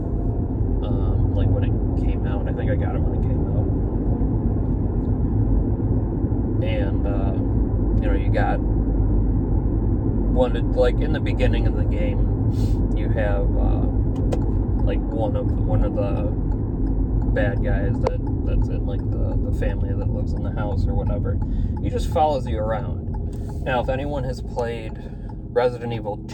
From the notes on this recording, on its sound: ignore some of the background noise I was driving.